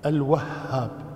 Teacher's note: الواو ليست مشددة، فتحة، الشد على الهاء، الوهاب، الشد على الهاء وليست على الواو، عبد الوهاب الواو مفتوحة لكن الشدة تكون على الهاء، وهاب وليس على الواو.